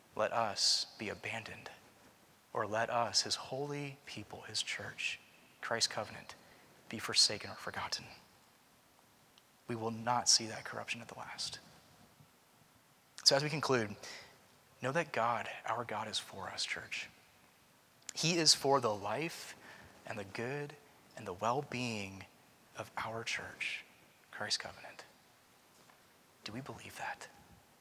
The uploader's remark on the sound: Preached at Christ Covenant Presbyterian Church (Culpeper, VA).